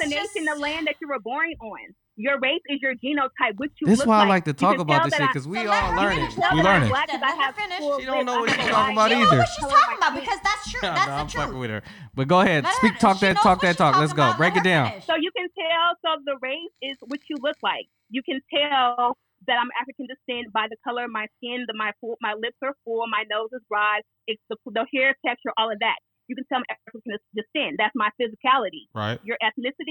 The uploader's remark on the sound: On this episode we take a few phone calls